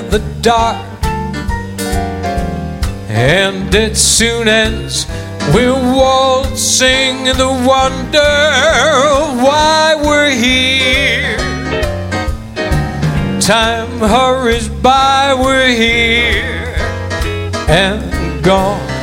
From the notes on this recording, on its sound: Live at the Southpoint Casino